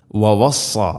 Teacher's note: സ്വാദ് ഉച്ചരിക്കുന്ന സമയത്തും നാവിൻ്റെ മധ്യഭാഗം അണ്ണാക്കിലേക്ക് ഉയർന്നു നിൽക്കണം. വവസ്സ സ്വാദ് ഇസ്തിഇലാഇൻ്റെ അഥവാ സ്വരഭാരത്തിൽ ഉച്ചരിക്കേണ്ട അക്ഷരമാണ്.